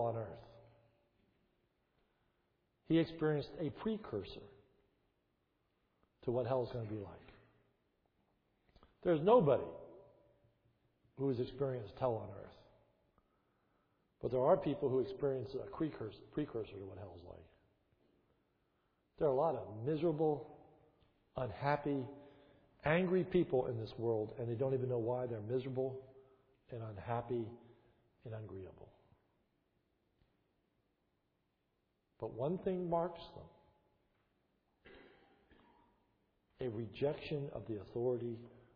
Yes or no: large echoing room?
yes